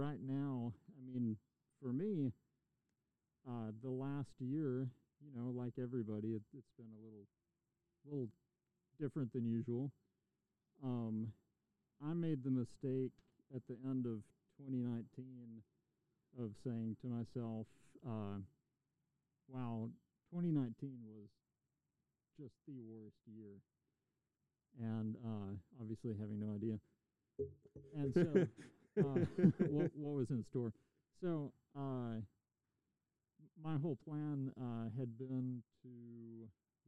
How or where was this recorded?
outdoors